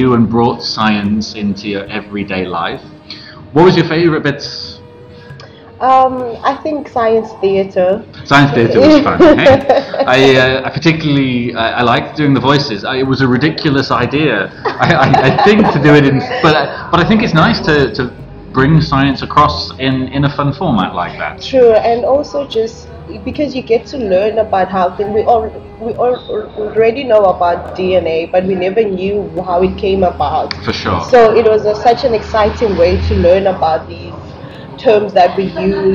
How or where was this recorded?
busy venue